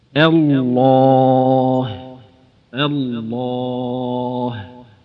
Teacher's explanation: شوف هذه الهمزة مرققة والهاء مرققة واللام والألف مفخمة